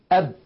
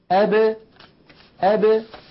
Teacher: يعني الباء إذا كانت ساكنة لا تقول العرب أب هكذا بالتصادم أب، وإنما يقولون أب أب، يعني يخرجونها بالتباعد بين طرفي عضو النطق هكذا أب أ ب ب، تبتعد الشفتان كأن الحرف متحرك مع كونه ساكن · Shown in: second take · Term: القلقلة